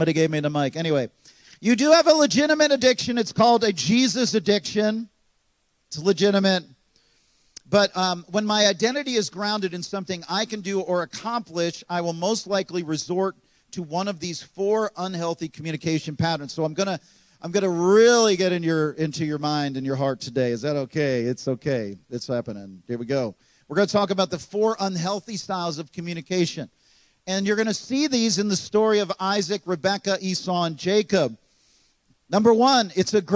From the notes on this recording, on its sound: At Gateway Church in Richmond, Indiana.